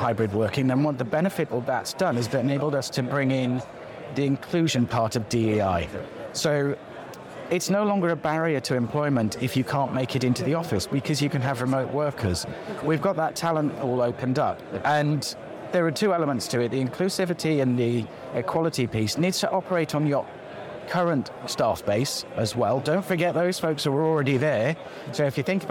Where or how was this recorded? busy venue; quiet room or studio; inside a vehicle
busy venue